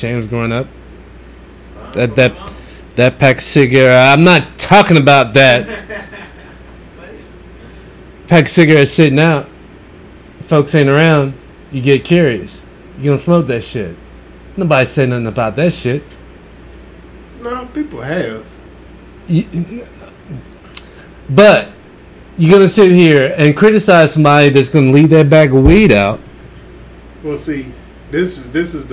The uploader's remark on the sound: Actually the Audio maybe a little uneven on this one.